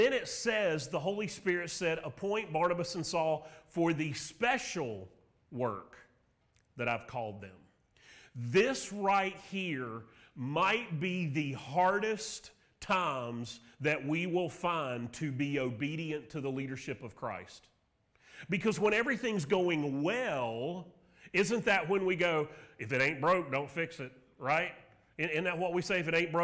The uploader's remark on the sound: Sermon Audio from Mission Church in Locust, NC.